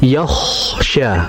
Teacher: kho itu dia sifatnya hames, dia sifatnya mengalir, dan dia tebal.